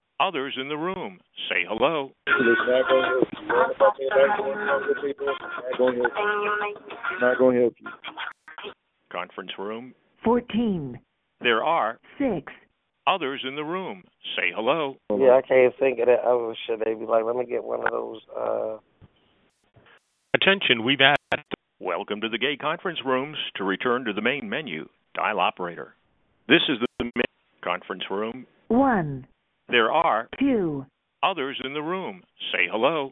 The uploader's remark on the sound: Conference Call.